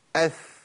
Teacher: التكه الاولى لساني هيبقى كده، أو التكة التانية لساني هيبقى عمودي على أطراف الثنايا، أذ التكة التالتة لساني هيبقى تحت أطراف الثنايا وممكن يكون خارج منه جزء بسيط جدا من الطرف، أث. يبقى كده كده كده، بس الحركة نفسها في مكان دقيق جدا، يعني المسافة بين الظاء والذال والثاء يعني تقاس بالملي.